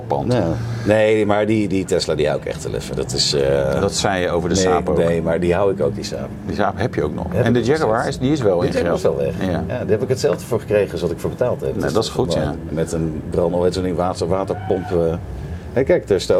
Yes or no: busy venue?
yes